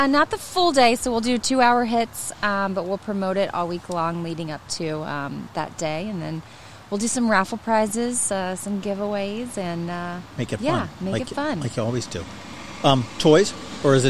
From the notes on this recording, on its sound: When the weather is perfect on a mid-October afternoon, you head outside with our friends at Katcef Brothers, Inc . To sit at a picnic table and record a beercast!